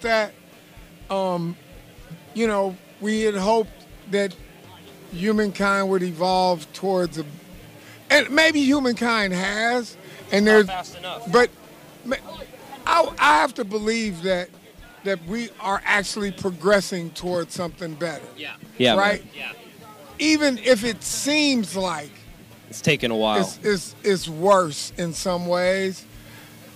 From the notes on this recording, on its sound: Aftershock Festival Day 2 coverage of Saturday October 12th, 2019.